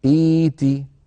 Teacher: نبدل الهمزة الساكنة ياء